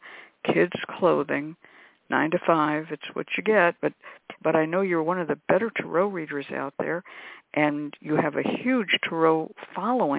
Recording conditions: phone line